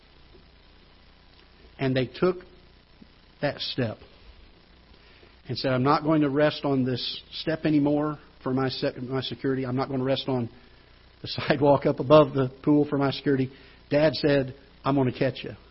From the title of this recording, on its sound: Ketha Heights Baptist Church ~ Live Broadcast